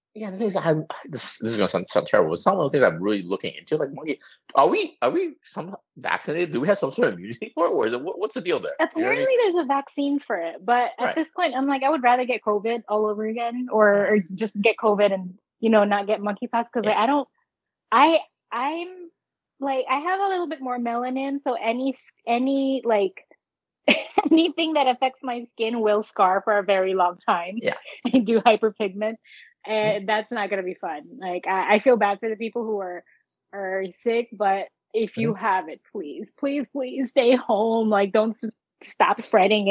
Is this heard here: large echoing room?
no